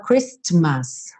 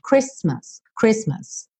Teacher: A letra T não é pronunciada · Shown in: second take · então você não fala Christmas, você vai falar Christmas, Christmas, tá?